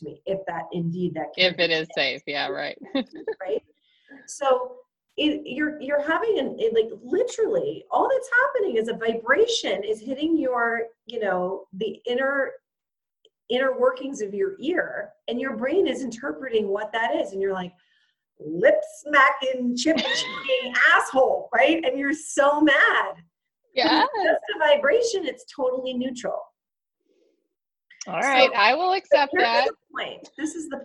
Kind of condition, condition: link, video call